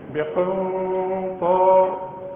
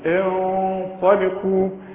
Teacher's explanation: اذا كانت الحرف سكين بنتخن الغنة، الحرف مرقق نرقق الغنة، الطاء هنا تخينة فالغنة تخينة